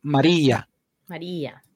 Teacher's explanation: se pronuncia exactamente igual. Solo que con la vocal un poco más larga. · la vocal larga hace que se lleve el acento, o sea que se pronuncia exactamente igual.